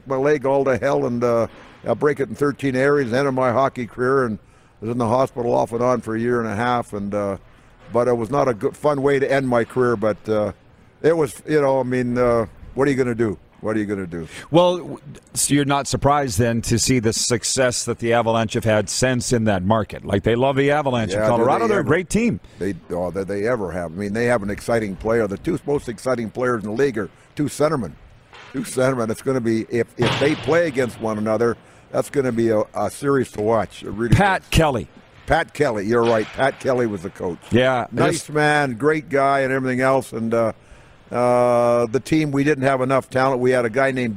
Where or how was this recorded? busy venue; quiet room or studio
busy venue